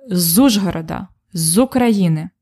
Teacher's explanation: We usually say it really fast, especially when the noun starts with a vowel. It's like one word. We hear just one word.